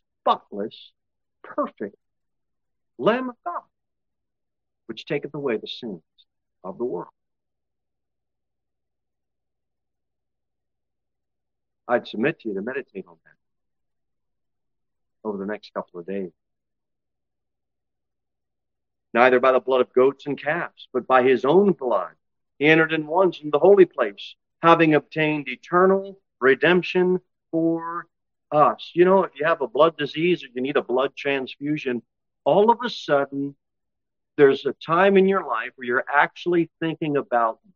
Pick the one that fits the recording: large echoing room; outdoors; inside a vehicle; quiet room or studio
large echoing room